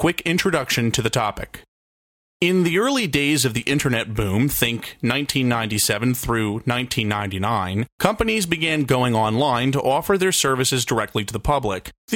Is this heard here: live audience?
no